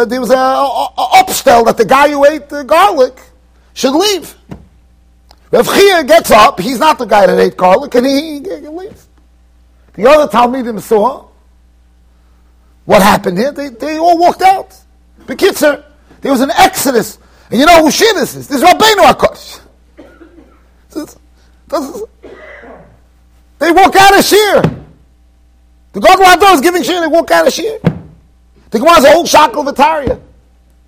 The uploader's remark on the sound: Shiur recorded in Yeshivas Ohr Reuven, Monsey NY.